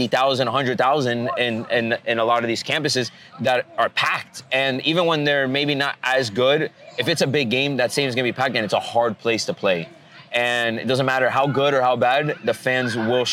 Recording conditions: busy venue